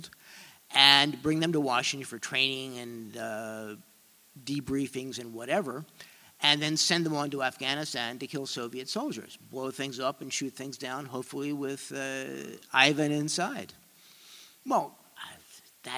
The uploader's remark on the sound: Three presentations from the Justice In Focus 9/11 Conference at Cooper Union in New York City